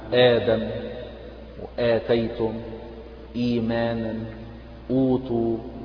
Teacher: وحكمه في رواية حفص القصر بمقدار 2 حركات · Term: مد البدل